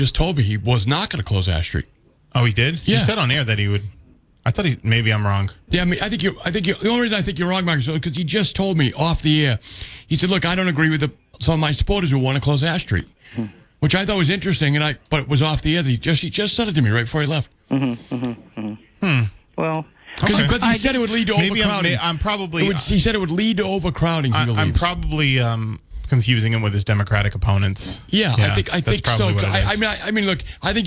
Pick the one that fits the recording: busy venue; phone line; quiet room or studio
phone line